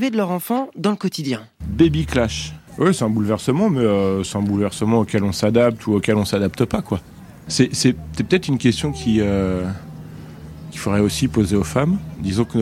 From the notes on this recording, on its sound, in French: On discute dans la rue pour ZoomZoomZen.